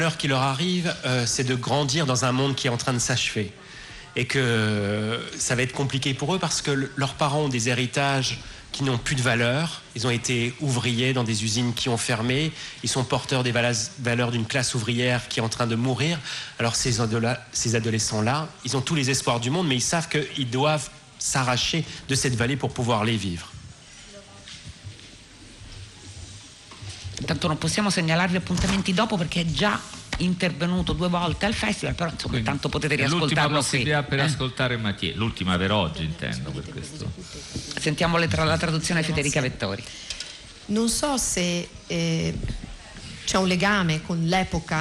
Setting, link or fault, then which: setting, busy venue